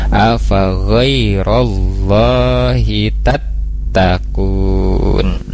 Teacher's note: Dan tadi di lafad Allah juga di huruf H, hati-hati di wallahi, di Allahi, hi-nya itu tidak dibaca panjang, jangan sampai dibaca panjang